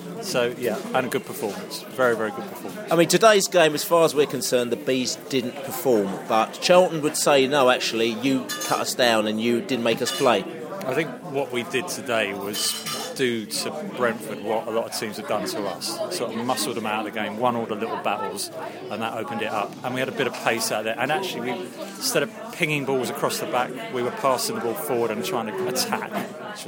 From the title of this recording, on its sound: post match podcast from the pub